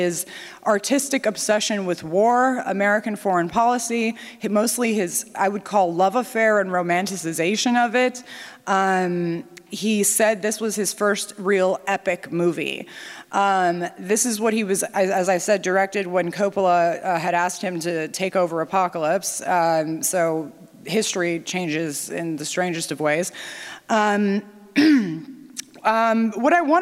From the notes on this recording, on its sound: NatCon 3 Miami. Remarks at the Miami National Conservatism Conference on September 12, 2022. Following the screening of "The Wind and the Lion".